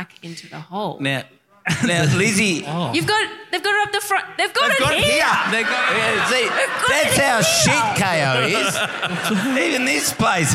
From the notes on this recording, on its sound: LIVE at Grapes of Mirth. At the Grapes Of Mirth festival!